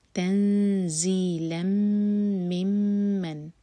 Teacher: 2 میم ہیں، دونوں پر شدہ ہے، ہولڈ کریں گے، غنہ کریں گے دونوں میم پر، ٹائم دیں گے